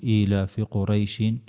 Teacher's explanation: حرف اللين فقط حركة واحدة